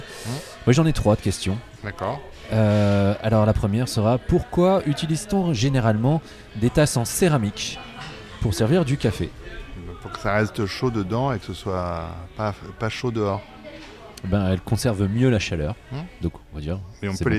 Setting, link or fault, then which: setting, busy venue